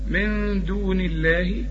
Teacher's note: ما دام النون مكسورة تبقى لفظ الجلالة ايه؟ مرقق